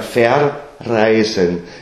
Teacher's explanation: Da machen wir zwischen den Silben eine Unterbrechung und setzen neu an · Term: neuer Stimmansatz